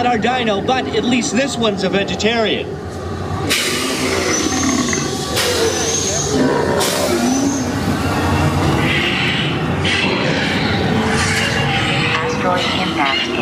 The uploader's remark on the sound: PARK MUSIC: Dinosaur Ride Audio. Enjoy the ride audio from Dinosaur.